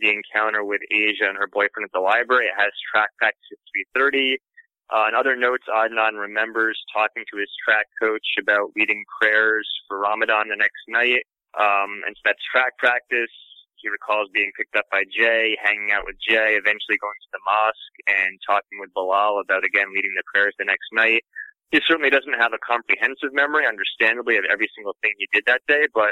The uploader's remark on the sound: spends an hour on the phone